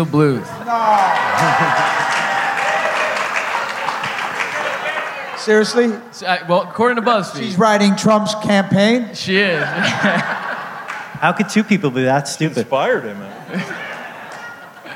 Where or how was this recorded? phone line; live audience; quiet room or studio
live audience